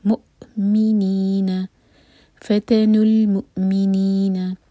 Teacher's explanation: حمزہ پر سکون ہے تو کٹ آف ساؤنڈ آنا چاہیے، مطلب جو ہم سانس لے رہے ہیں وہ رکنی چاہیے